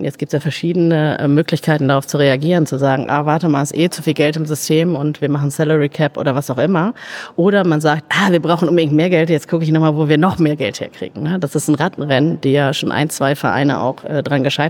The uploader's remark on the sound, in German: Live auf der Solutions.